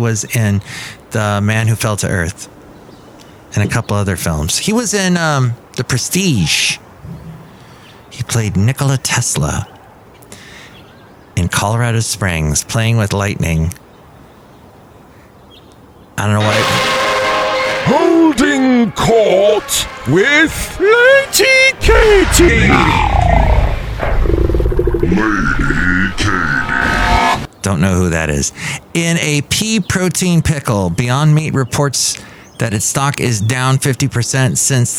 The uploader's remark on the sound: podcasts live from Café Anyway